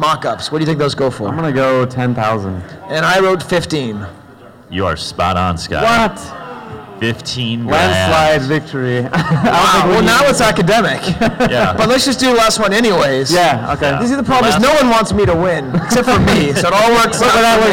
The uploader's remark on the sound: Live from Celebration Anaheim. Recorded live at Celebration Anaheim.